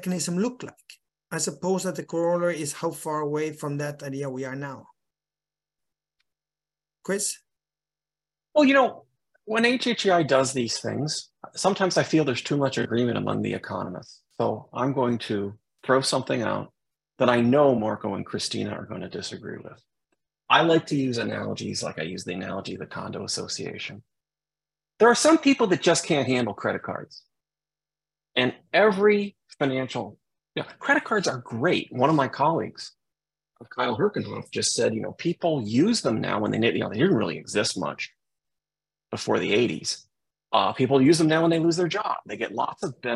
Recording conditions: video call